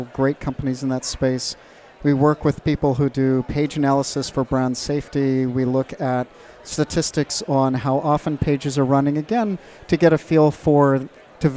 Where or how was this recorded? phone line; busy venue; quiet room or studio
busy venue